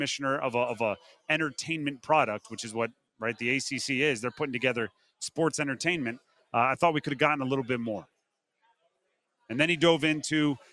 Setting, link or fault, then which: setting, busy venue